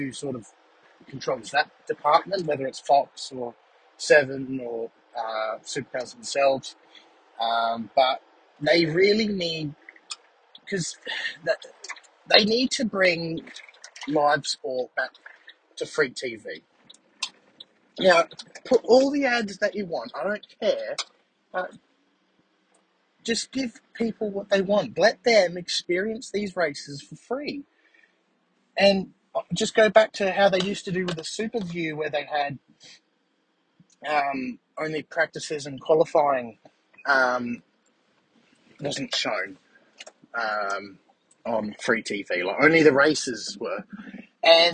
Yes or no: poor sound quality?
yes